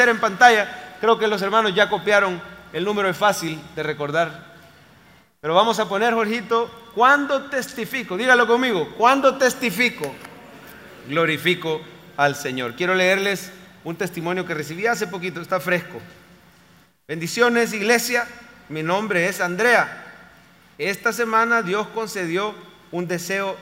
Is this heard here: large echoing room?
yes